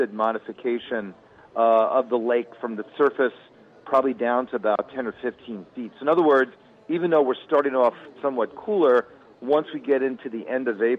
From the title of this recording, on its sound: Live from the 2018 Chicago Flower & Garden Show!